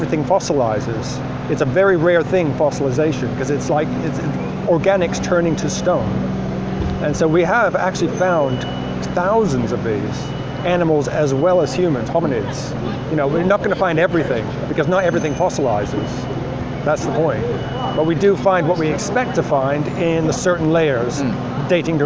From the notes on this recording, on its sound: London, England. On the streets of London.